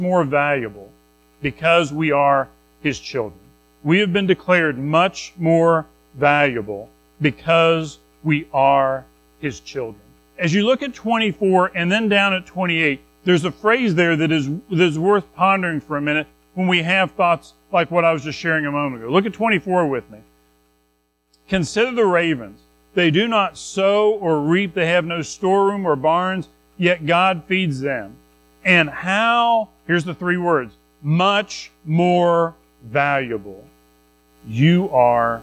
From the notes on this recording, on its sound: Recorded at Madison Baptist Church in Madison WV on Dec 31, 2023